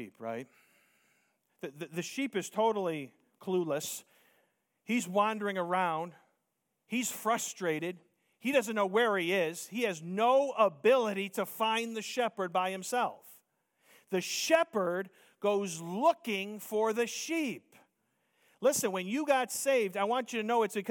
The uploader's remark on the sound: Preached Sunday Morning